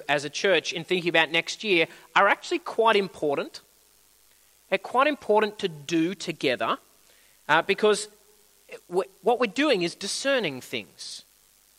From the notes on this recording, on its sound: At a Church in the Graveyard service